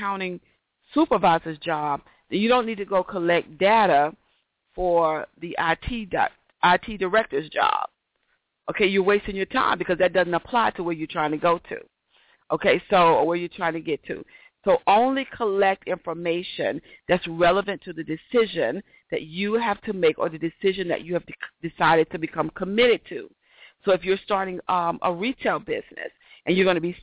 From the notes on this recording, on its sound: Got To Get Myself Together 2014 Summer Teleconference